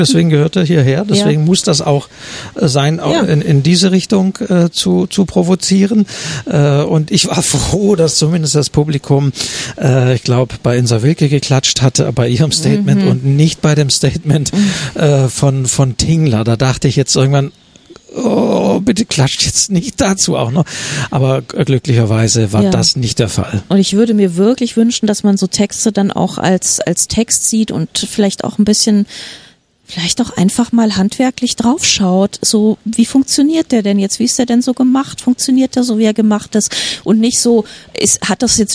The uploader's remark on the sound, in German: Nach der Podcast-Aufnahme im Hinterhof des ORF. Beim Bachmannpreis 2023.